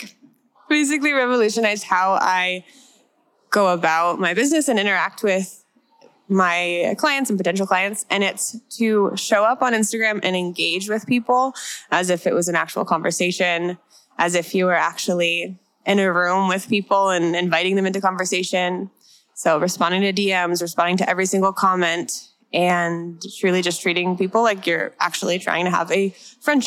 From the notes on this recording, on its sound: At The Heart Conference earlier this year we had a bunch of attendees sit down and share each of THEIR biggest lessons they’ve personally learned in their business. We LOVED getting the opportunity at the conference to just point the mic at YOU.